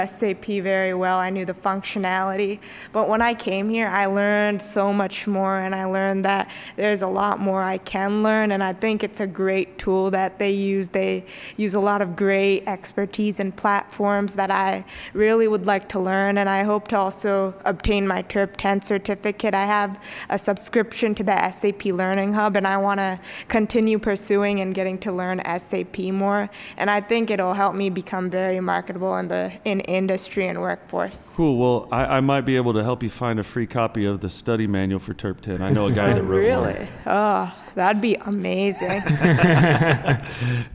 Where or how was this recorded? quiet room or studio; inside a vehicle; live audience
live audience